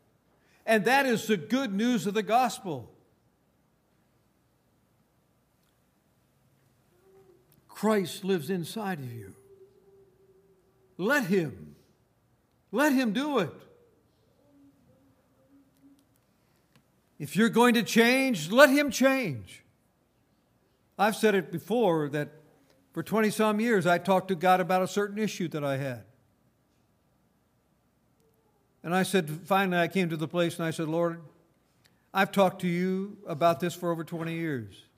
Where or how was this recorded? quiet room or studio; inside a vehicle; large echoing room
large echoing room